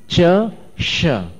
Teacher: इसको तालव्य श बोलते हैं. तालु पर जोर पड़ता है. श जहां से अपन चाय का च बोलते हैं ना, वहीं चाय में मिलाने वाली शक्कर का श बोलने.